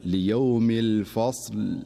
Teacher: من أمثلة ذلك في قوله تعالى: ليوم الفصل، فيقف بعضهم فيقول: ليوم الفصل، والصواب أن يقول: ليوم الفصل، فيحاول أن يتحكم في حرف الصاد بحيث لا ينبره، فيكون هناك شيئا من الفتح عند الوقف عليه، فيجب عليه أن يسكن الصاد ولا يحركها